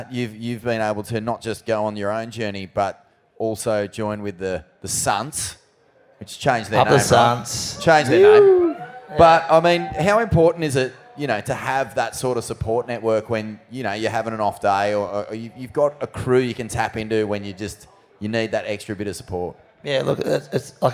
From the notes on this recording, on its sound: A gala evening of Peeeeeyeeewer GRIT!!!! LIVE from the Cronulla RSL.